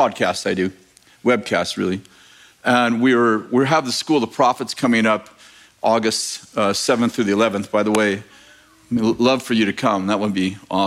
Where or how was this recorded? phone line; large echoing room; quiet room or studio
large echoing room